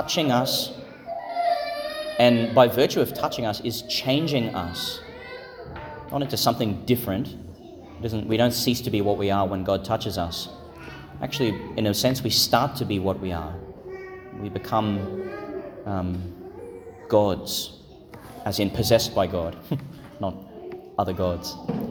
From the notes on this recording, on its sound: Homily for Pentecost Sunday Vigil, delivered in St Patrick's Catholic Church, Calliope, Qld.